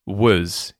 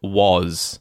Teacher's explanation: the auxiliary verb was here is being reduced and also given a schwa · Shown in: first take